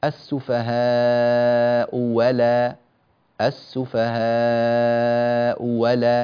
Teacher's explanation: يبدلون الهمزة الثانية واوا مفتوحة